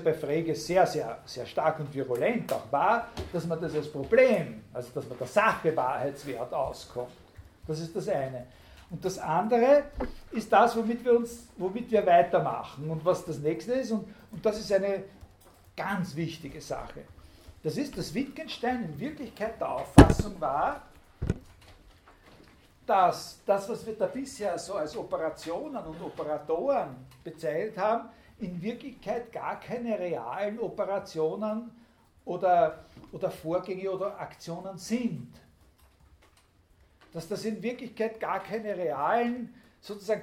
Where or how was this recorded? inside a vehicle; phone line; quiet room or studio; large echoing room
large echoing room